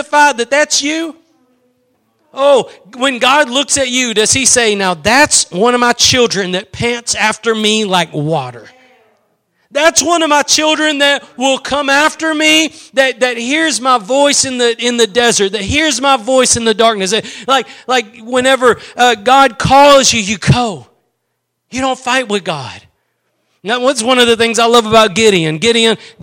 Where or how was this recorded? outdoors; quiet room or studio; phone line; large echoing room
large echoing room